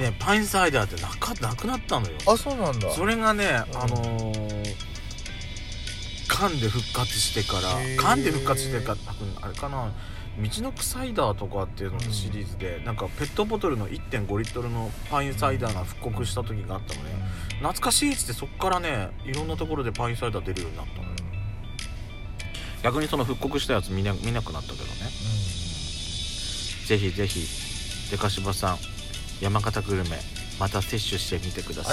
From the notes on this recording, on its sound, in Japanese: パーキング収録